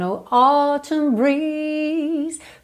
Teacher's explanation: ele acaba dando mais definição à palavra com o T marcadinho mesmo. Autumn ao invés de autumn, ok?